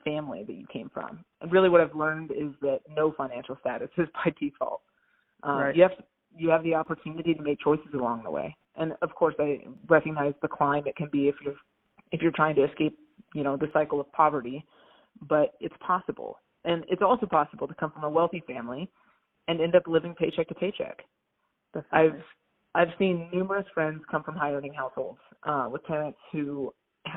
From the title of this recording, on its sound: Phone Audio